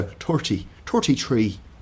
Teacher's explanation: The Irish from Dublin, for example, will go t instead of th.